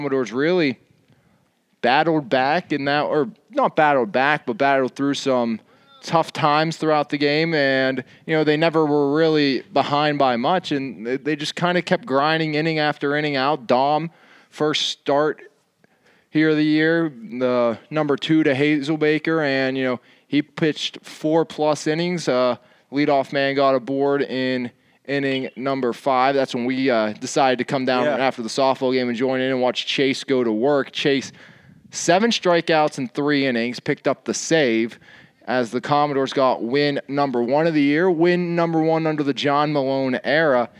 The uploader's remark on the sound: The Guys take the Podcast outside